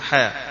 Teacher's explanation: بتمد الحاء حركتين اثنين فقط، ما بتمدش مدا طويلا فيها، حاء حاء هذا المد الطبيعي.